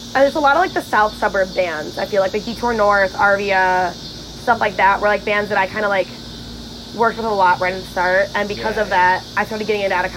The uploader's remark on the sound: The cicadas were wild outside while recording which made editing a bitch.